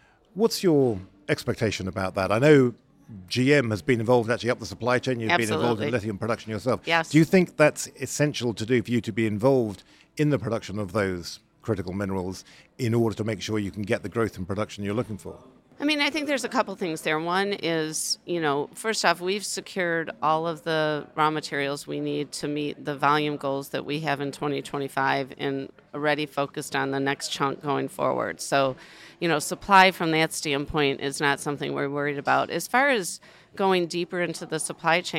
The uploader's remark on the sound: recorded live from COP28